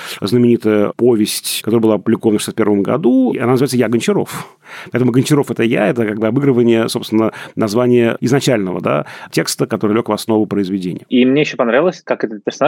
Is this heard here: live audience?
no